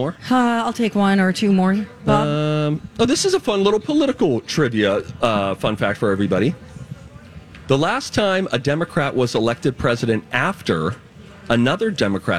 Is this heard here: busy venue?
yes